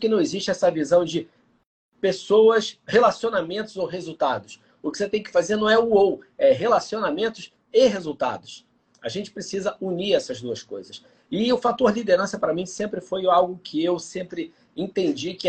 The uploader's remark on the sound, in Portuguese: proveniente de uma live realizada no nosso perfil do instagram